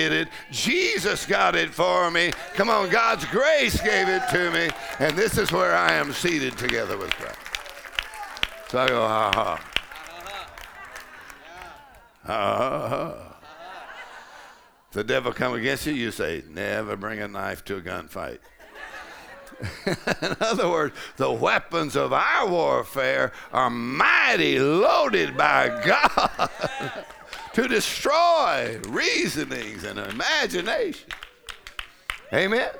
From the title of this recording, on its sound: Faith and Fire Conference: Sunday Morning | 1st Service